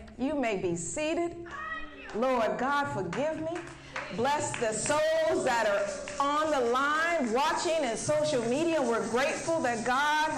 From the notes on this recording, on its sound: Wait For It-A Live Service. In this LIVE episode, which is a Sunday service.